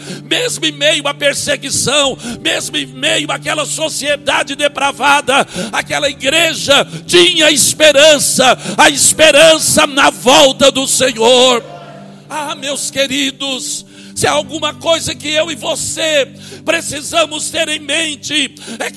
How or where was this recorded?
large echoing room